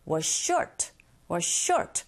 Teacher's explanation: was의 z, short의 s, 겹자음입니다. 이런 경우에 첫 번째 자음의 소리를 그냥 흘려보내세요. 그래서 was you short 할 필요 없이 was short, was short.